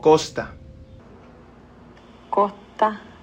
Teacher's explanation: Se refiere, por ejemplo, al roce de aliento que sustituye a la s en muchos dialectos del español, como costa. · Term: aspiración